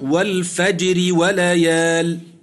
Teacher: الراء في الفجر مكسورة طرفا حالة الوصل وقبلها ساكن صحيح وهو الجيم ترقق